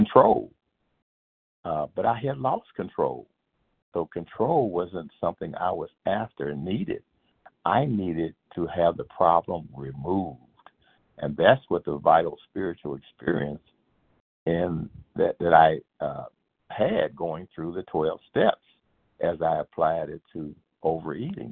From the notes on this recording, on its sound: from the 100 Pounders Phone Meeting, 9/9/23